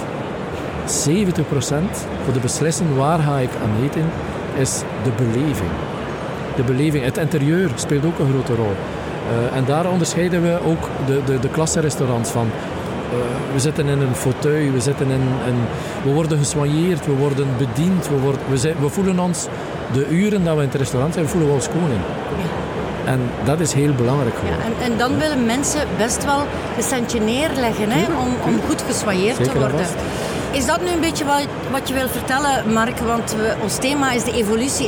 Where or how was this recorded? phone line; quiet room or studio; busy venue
busy venue